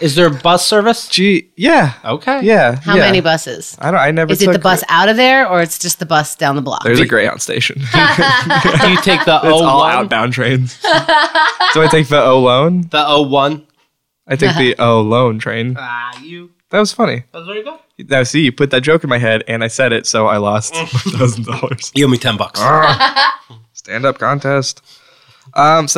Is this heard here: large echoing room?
no